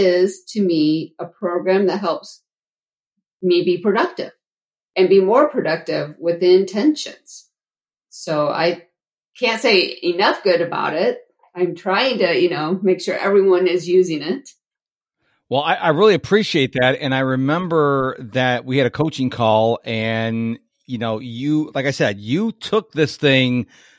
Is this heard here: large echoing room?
no